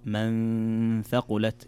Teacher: النون ساكنة أتى بعد حرف الثاء، والثاء فيها حكم هنا إخفاء حقيقي